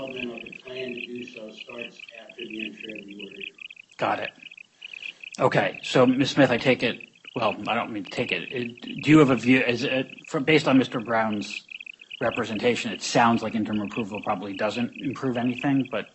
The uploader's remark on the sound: U.S. bankruptcy court hearing audio. Sorry about the sound. The audio recording is the official court audio and was posted this way to the court's docket.